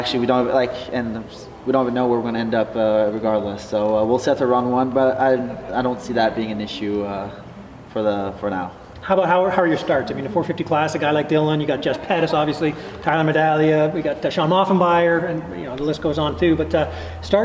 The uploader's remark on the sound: Interview At 2023 Team Photo Day